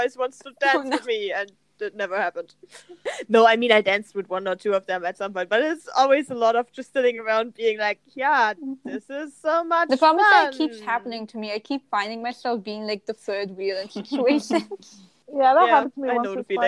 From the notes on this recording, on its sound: while fighting against bad Wi-Fi connections.